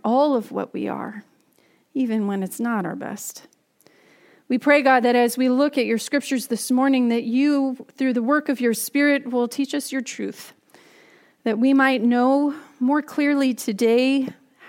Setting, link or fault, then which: setting, large echoing room